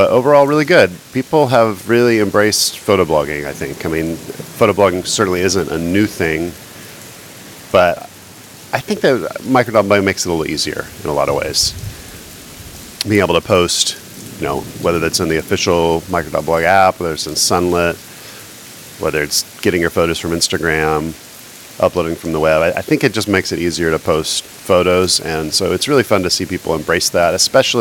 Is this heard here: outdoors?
yes